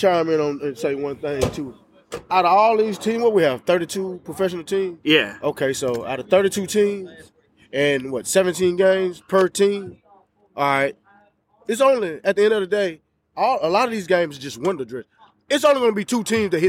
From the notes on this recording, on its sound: Being out in the open there is noise that may not filter out.